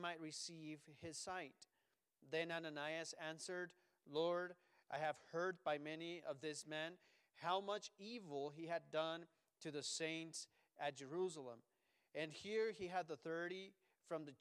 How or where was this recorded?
large echoing room